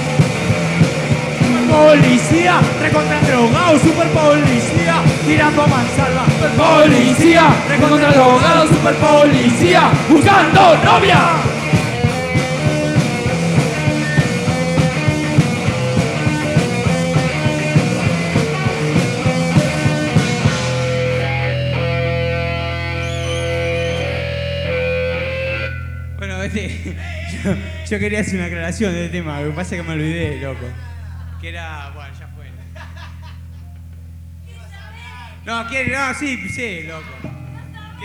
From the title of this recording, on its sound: En Vivo En The Blues Bar (15 - 07 - 1993)